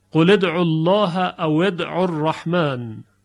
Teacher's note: لام رو به کسره میاریم، واو رو هم به کسر میخوانیم